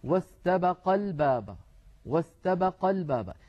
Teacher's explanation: لما نصل ألف استبقا تسقط للتخلص من التقاء الساكنين، فيصير النطق واستبقا الباب، واستبقا الباب. · Term: ألف تثنية